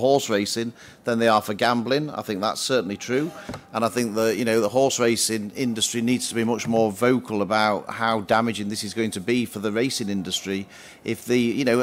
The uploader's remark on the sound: This is an audio version of the panel held by the Institute of Economic Affairs at Conservative Party Conference in 2023